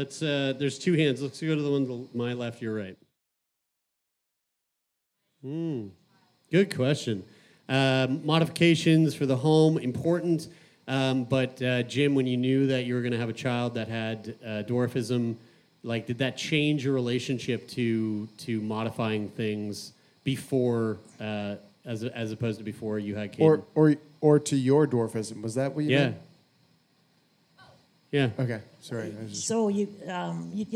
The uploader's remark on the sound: LIVE From Vancouver! A very special live show from the Biltmore Cabaret in beautiful Vancouver, Canada!